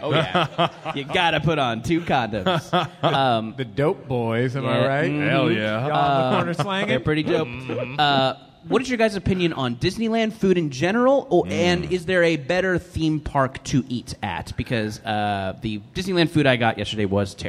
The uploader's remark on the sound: Live at Now Hear This Festival. Live on stage in Anaheim as part of the Now Hear This podcast festival.